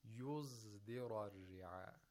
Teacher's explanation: the sod is pronounced like a zay with tafkhim